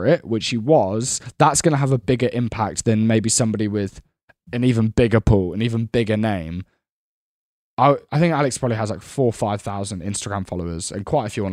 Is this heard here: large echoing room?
no